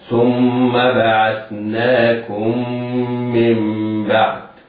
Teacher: ميم ساكنة بعدها ميم متحركة، والحكم هنا إدغام مثلين صغير هكذا. ثم بعثناكم من بعد، عند الميم في كلمة ثم والميم في بعثناكم من، نطقهما واحد، وهما أصبح الميم الأولى ميم مشددة تشديدا ذاتيا، والميم الثانية مشددة بسبب إدغامها في الميم التي بعدها، ننطقها ميما مشددة تغن بمقدار حركتين.